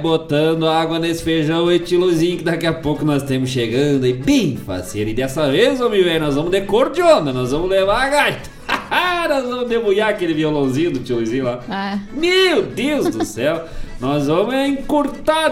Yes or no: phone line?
no